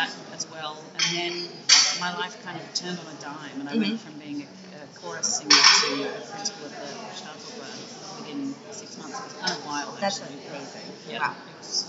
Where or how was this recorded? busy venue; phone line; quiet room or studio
busy venue